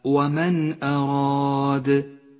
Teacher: النون الساكنة وبعدها الهمزة، تظهر النون الساكنة من غير غنة أو تشديد، لم تلون النون في حكم الإظهار بالأخضر لأنها لا تحتاج إلى غنة.